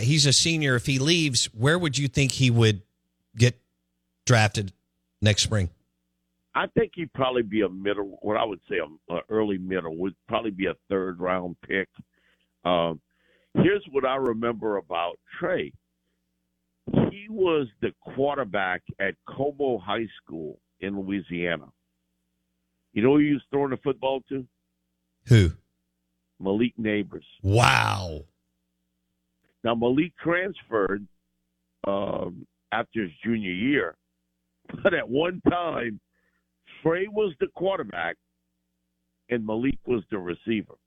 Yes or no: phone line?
yes